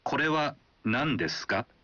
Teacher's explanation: Jika Anda menambahkannya di akhir sebuah kalimat dan menyebutkan kalimatnya dengan intonasi menanjak, artinya Anda mengajukan pertanyaan